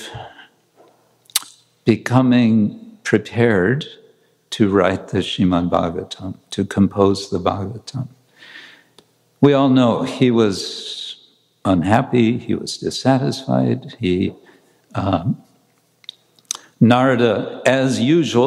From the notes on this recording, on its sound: Lecture from New York ISKCON temple